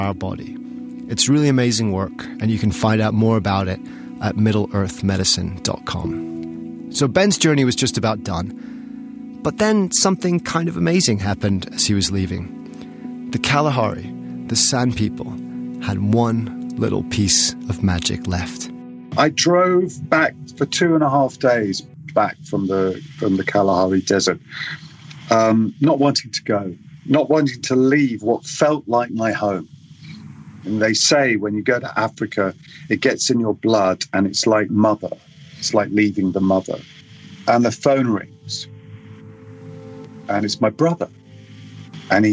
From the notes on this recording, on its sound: Original audio recorded in the field. Close to their homes in the Nyae Nyae Conservancy.